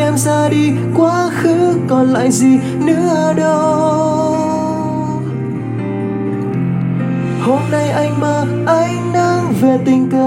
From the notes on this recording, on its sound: Recorded by my mobile phone